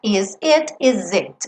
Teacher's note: Esse S ganha o som de Z porque eu vou ligar numa vogal.